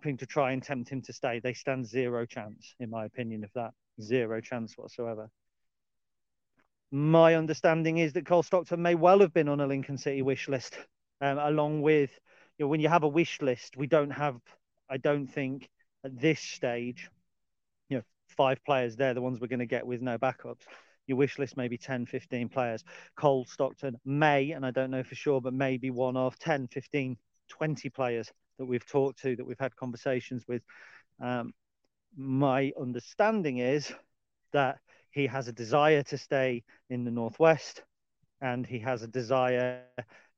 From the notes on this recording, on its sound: This was recorded as a live feed, on location in the Lincolnshire Wolds, and as such, you may hear birds singing, and some lower audio quality than normal.